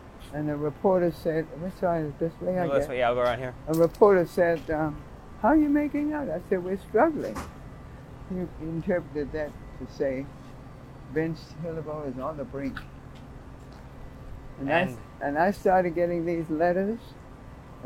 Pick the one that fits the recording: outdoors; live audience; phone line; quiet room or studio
outdoors